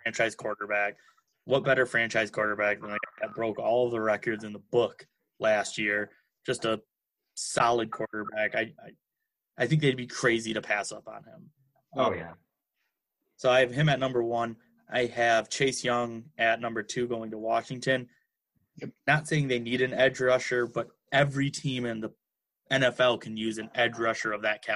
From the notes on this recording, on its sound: all done virtually through Zoom!